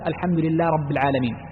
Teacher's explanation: يدغم الهاء فكأنه لم يقلها